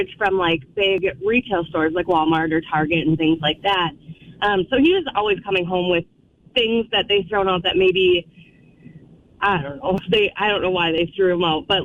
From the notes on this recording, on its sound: got some really funny phone calls